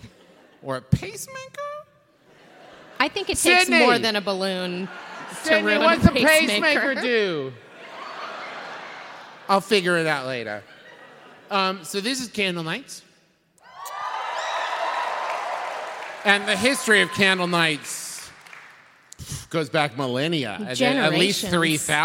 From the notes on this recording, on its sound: LIVE episode recorded at Candlenights 2017